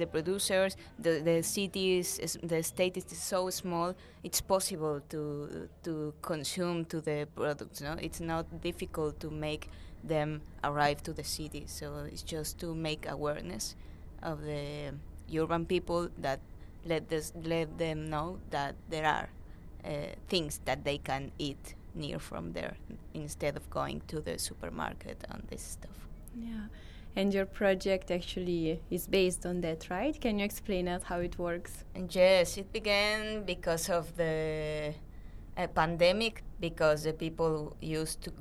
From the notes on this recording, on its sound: This episode was live recorded at the event Terra Madre 2022 by Slow Food International.